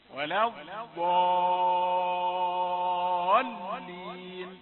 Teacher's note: ولا الضالين، شدة وكسر خلاص ما فيش غنة